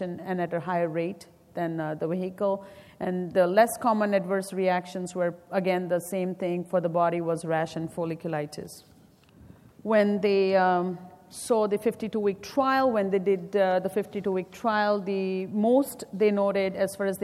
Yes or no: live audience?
yes